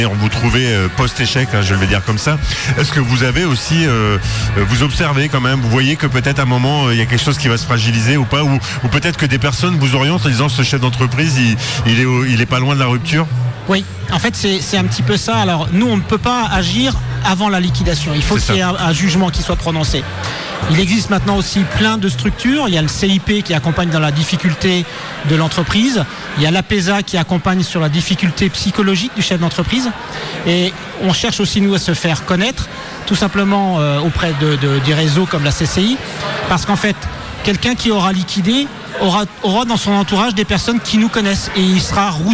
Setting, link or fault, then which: setting, busy venue